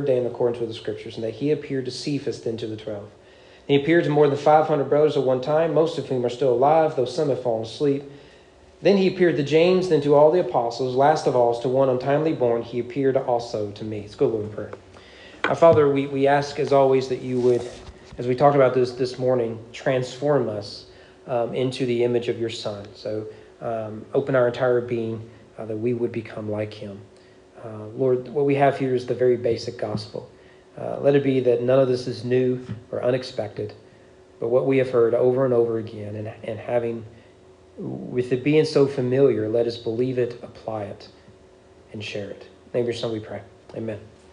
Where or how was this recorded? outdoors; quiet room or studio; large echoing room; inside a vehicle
large echoing room